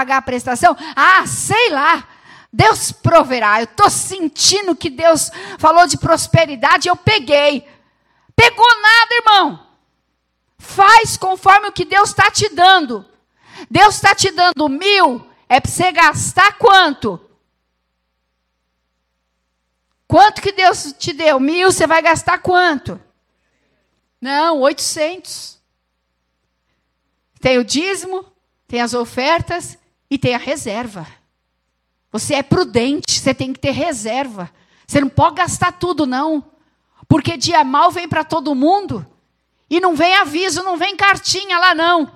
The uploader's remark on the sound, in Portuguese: Gravado no Culto da Família